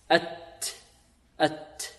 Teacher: أما هذه الكاف فهي شديدة ينحبس عندها الصوت، والتاء شديدة ينحبس عندها الصوت · Term: حروف شديدة